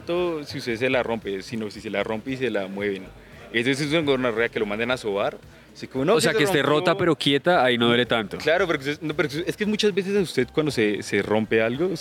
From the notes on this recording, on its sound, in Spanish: Nuestro primer capitulo en vivo en la calle, hablando enfrente de la gente y seguro de muchas personas que jamás nos han escuchado.